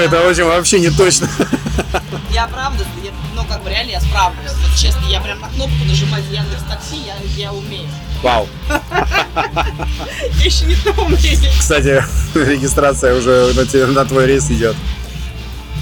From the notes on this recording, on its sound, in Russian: Записано в рамках 7-го международного мотослета «Мотобалаган», в столице Арктики, городе Мурманске 9-10 декабря 2022.